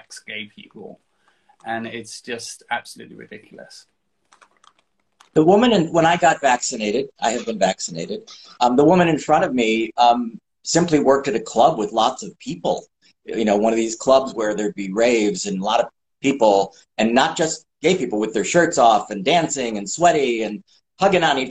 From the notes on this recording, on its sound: Recorded on 27 August 2022 on Instagram Live